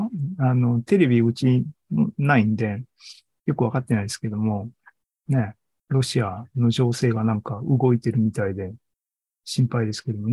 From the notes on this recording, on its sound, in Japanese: ２０２３年６月２４日に開催した ZOOMライブの模様です